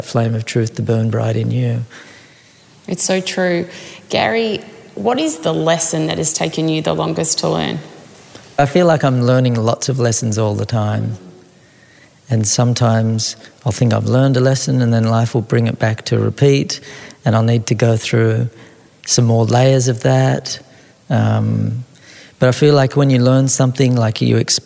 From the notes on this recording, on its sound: This episode was recorded in front of a live audience at Soma Retreat in Byron Bay.